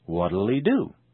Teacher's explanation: It's important to accustom yourself to the dropped H sound in sound linking